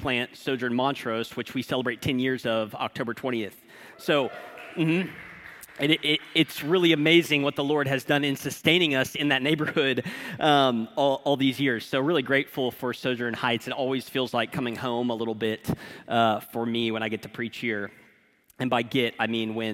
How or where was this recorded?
large echoing room